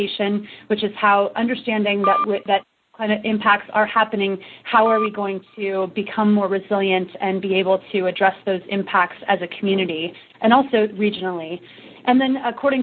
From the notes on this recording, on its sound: Call recorded on January 13, 2011.